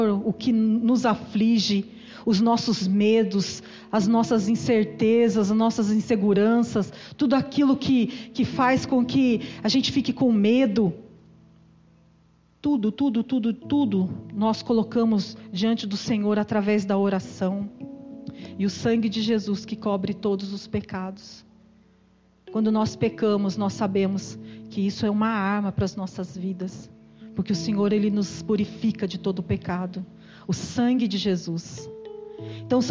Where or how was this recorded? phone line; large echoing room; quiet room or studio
large echoing room